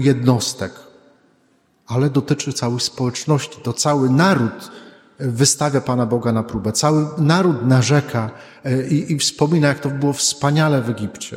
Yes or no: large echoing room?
yes